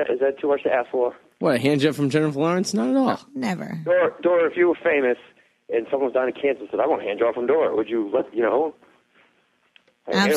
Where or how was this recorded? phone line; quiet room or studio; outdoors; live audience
phone line